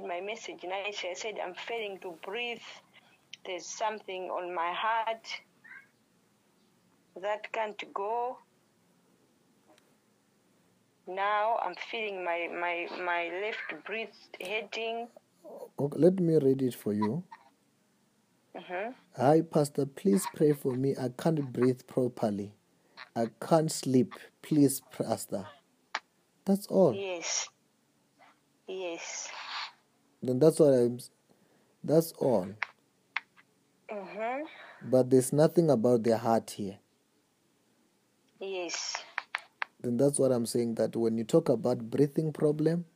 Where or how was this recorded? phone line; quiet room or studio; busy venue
phone line